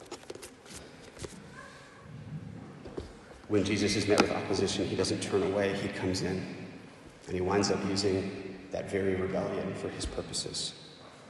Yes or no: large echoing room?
yes